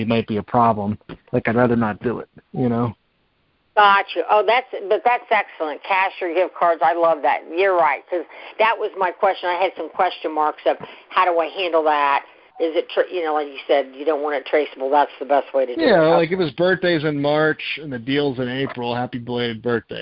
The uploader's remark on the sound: Gold Club Q&A Call